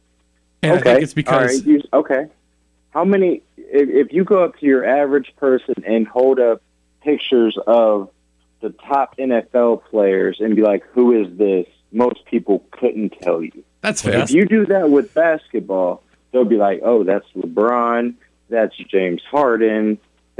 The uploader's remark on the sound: joins us via telephone